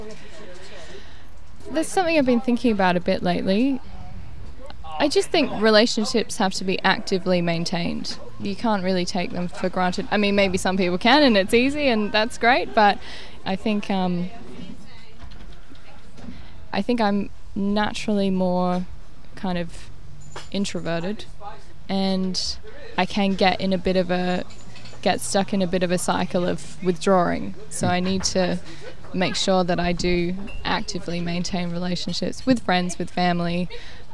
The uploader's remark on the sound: Outside the Organic Cafe in Stirling in the Adelaide Hills